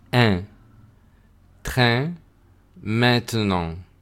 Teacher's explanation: También es una excepción las combinaciones a, i, n, muchas veces al final de una palabra. En ese caso se hace e, pero nasal, es decir, en.